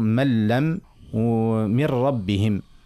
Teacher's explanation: قال الإدغام لهنا توا فصل في الإدغام، فما زوز أنواع، فما اللام والراء اللي هما إدغام من غير غنة، يعني إدغام تام، يعني مش نقول من لم ومن ربهم، ما نعملوش غنة، ما نعملوش حتى شيء، والنون تختفي تماما، إدغام تام يعني ما يقعدش حتى أثر من النون، نتعدي مباشرة للام وإلا الراء وتولي مشدة.